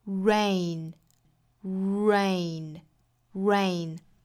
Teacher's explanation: Rain 这个词我们注意是 A 这个双元音，后面再来一个鼻音